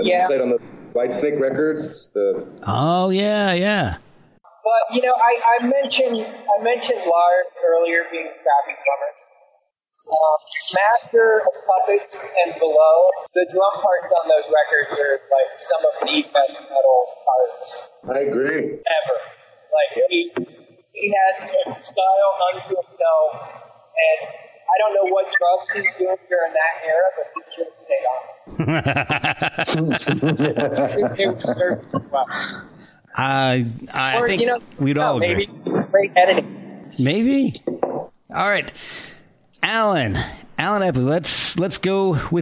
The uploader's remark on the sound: You may notice a few technical issues during this episode.